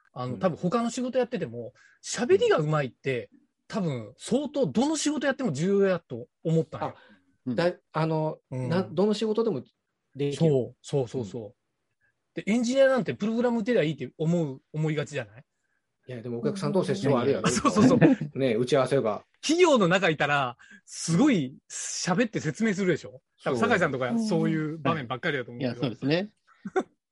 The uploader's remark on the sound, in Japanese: 年末の忘年会をzoomで行った模様をお届けします。